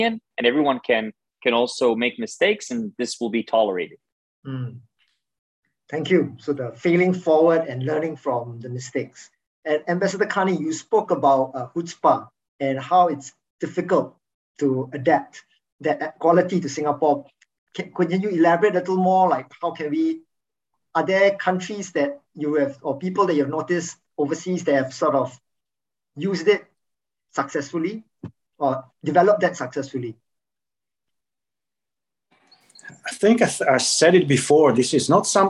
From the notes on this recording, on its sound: This webinar was organised by the Middle East Institute (NUS). This public talk was conducted online via Zoom.